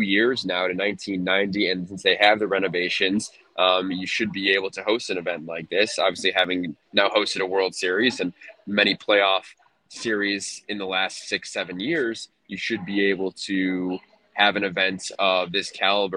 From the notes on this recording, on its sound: Live from LAX.